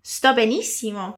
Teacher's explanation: aquele som surdo do S em início de palavras